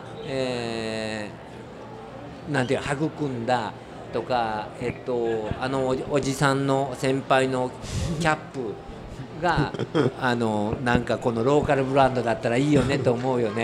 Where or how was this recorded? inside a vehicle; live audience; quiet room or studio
live audience